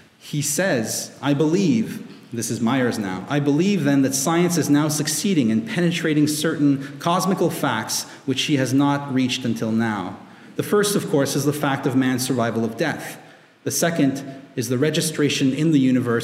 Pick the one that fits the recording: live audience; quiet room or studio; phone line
live audience